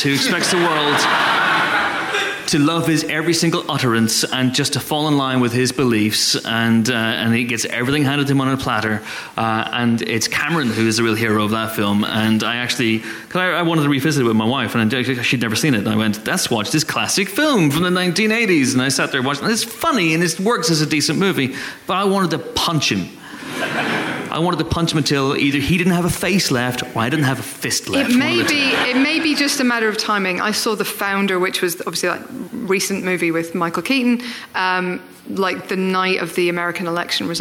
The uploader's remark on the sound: A few hundred lovely Empire readers – as we record our podcast live on stage, from the London Podcast Festival in the extremely shiny King's Place.